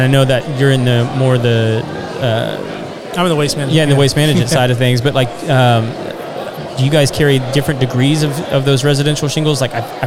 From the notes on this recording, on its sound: In this episode, we are sharing the second half of our latest live event. Live at Rowdy’s in Spring, TX for The Contractors Network event. This is a monthly event held on the third Thursday of every month.